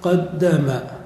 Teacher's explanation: الدال في قد ساكنة والدال في دام متحركة، فهما مثلان أولهما ساكن، فالإدغام حينئذ واجب في اللغة، والإظهار خطأ في الكلام.